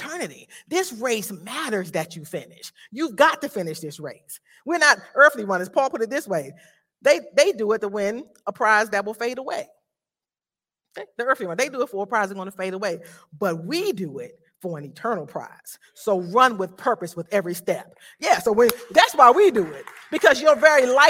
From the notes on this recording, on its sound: This sermon was recorded live at Newark United Pentecostal Church.